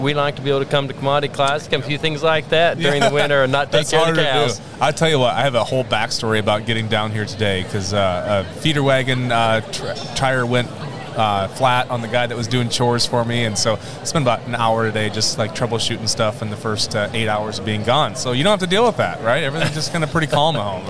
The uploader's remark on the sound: LIVE From Commodity Classic 2024. We're live at Commodity Classic 2024!